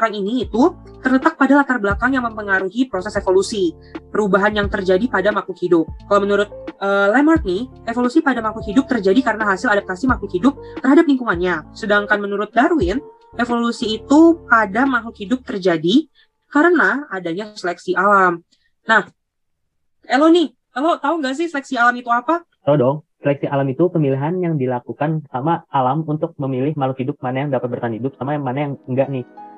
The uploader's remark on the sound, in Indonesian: Podcast dibuat dengan menggunakan aplikasi video meet ZOOM dan di edit dengan menggunakan aplikasi InShot.